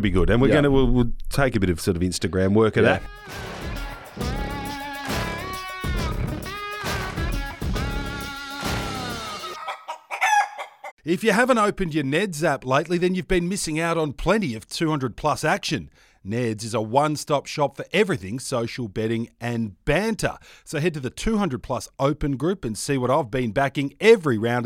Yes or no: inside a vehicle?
no